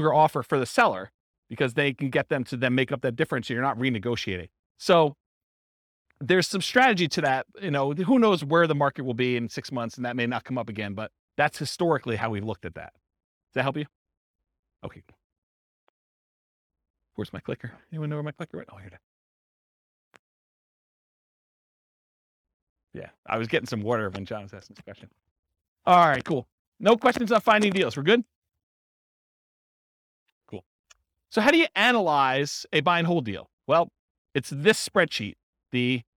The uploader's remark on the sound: This was a live class recorded